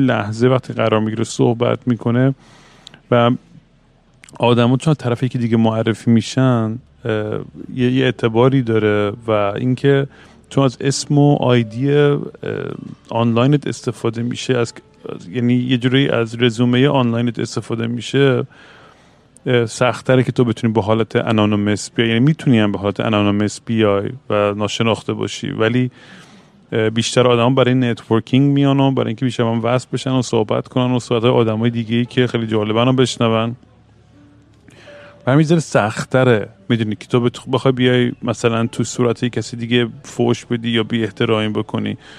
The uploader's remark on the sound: Once again I am at an airport rambling nonsense into the microphone. Airport Sessions.